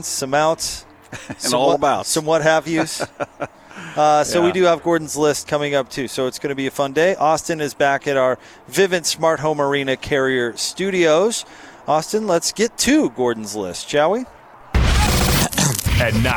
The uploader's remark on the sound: LIVE at Supply Link in Bountiful